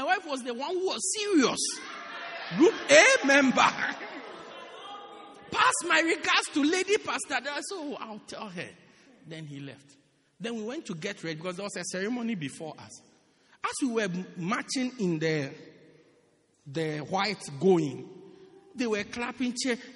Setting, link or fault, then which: setting, large echoing room